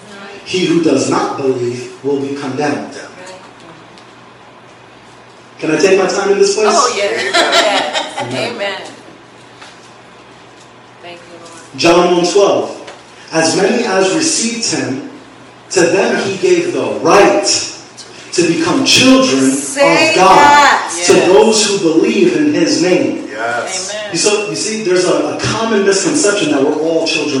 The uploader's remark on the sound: Please forgive the audio quality.